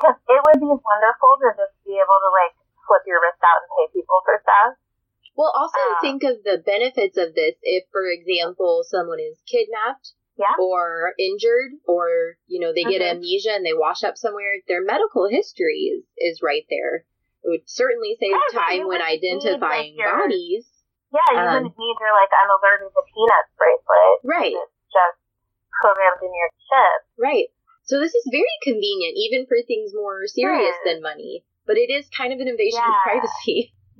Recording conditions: poor sound quality